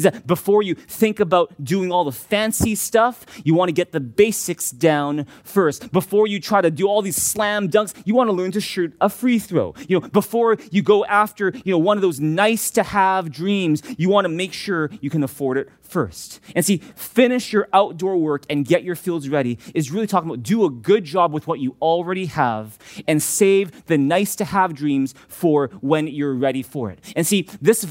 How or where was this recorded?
large echoing room